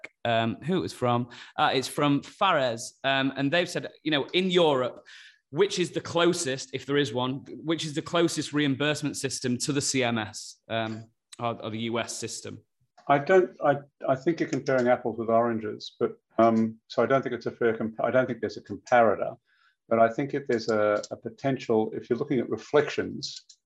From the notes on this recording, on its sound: In this live webinar, hosted by CM Medical.